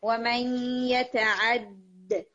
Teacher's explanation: ایک تو اس کے اوپر تشدید ہے، ٹھیک ہے، اس لیے آپ دال کو تھوڑا ٹائم دیں گے، بہت جلدی ختم نہیں کریں گے. ٹھیک ہے، دال کو تھوڑا سا ٹائم دیں گے.